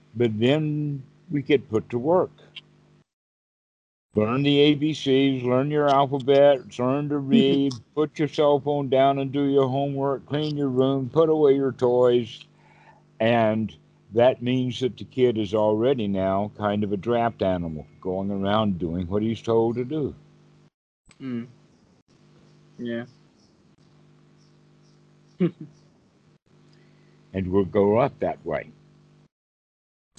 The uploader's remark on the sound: Skype calls on this channel.